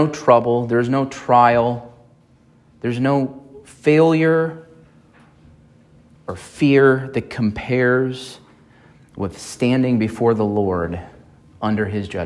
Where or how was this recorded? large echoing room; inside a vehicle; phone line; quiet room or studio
large echoing room